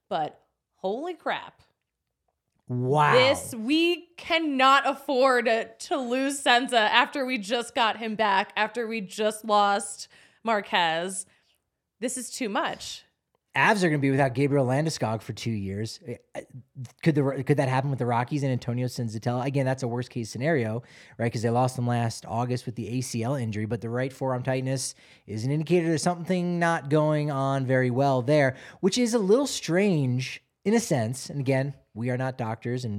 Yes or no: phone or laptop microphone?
no